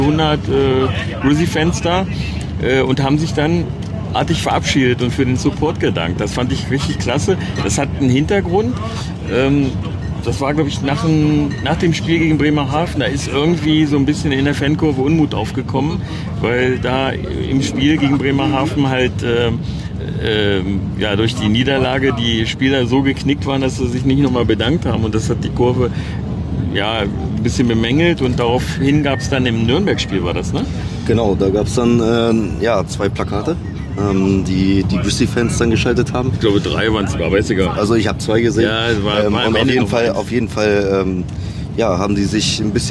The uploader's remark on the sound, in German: Das Podcast-Duo war dieses Mal aber nicht, wie sonst per Internet miteinander verbunden, sondern nutzte unter dem Motto „Thank you for travelling with Deutsche Bahn“ die Rückreise im ICE vom Auswärtsspiel der Grizzlys beim Rivalen in Berlin. Dass die Stimmung im Abteil trotz der Niederlage und der schlimmen Verletzung von Fabio Pfohl beim Klassenprimus unter den mitreisenden Wolfsburger Fans gut war, kann man im Hintergrund der Aufnahme gut hören. Wie von uns gewohnt hört ihr auch noch einige O-Töne.